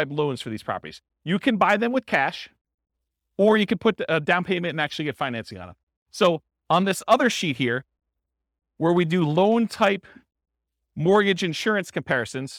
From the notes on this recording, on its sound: This was a live class recorded